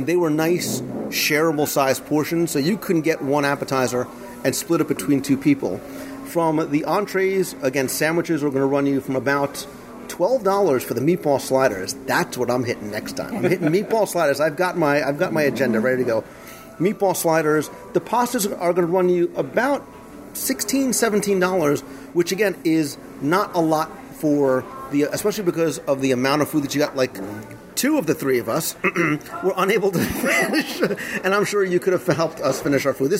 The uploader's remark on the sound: Tony's Town Square Live Restaurant Review. This week I invite you to join me (virtually) around the table for another live Walt Disney World dining review.